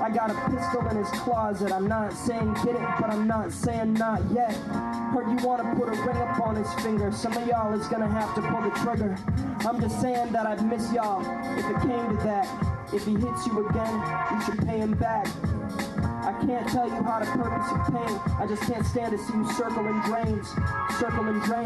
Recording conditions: live audience